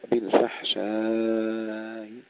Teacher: الوجه الرابع هو الذي فيه الخلاف، لأن حمزة يقرأ بإشباع المد المتصل وهشام يقرأ بتوسطه، فيقرأ هشام بالفحشاء توسط الألف مع تسهيل الهمزة بالروم، حمزة يقرأ بالفحشاء إشباع المد مع تسهيل الهمزة بالروم